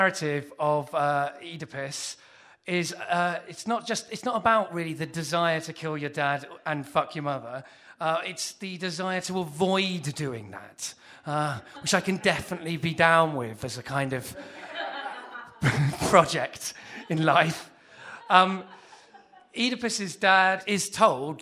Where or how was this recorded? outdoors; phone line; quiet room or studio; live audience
live audience